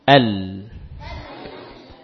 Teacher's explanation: Keluar suaranya menyimpang di bagian yang terbuka yang tidak menempel pada gusi · Term: huruf lam